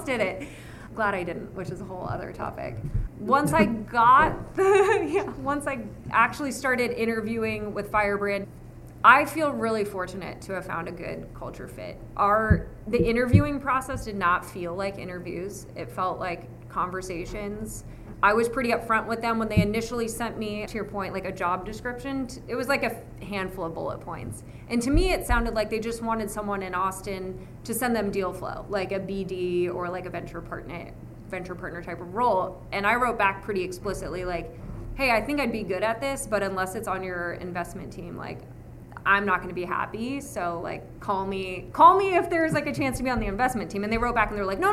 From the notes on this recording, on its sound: We share a conversation recorded at Austin Startup Week.